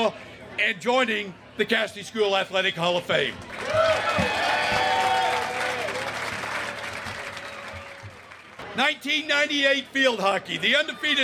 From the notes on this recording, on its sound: An audio recording of Casady School's 2021 Athletic Hall of Fame Induction, which took place on October 22, 2021.